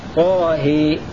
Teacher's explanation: وأبو عمرو وورش يميلان الهاء فقط ويفتحان الطاء